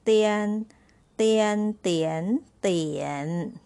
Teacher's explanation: Third tone, you're going down and up.